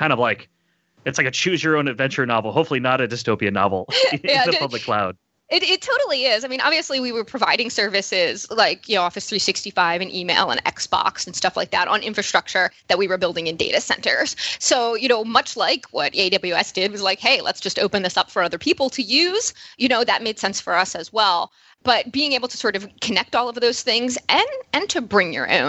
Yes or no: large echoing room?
no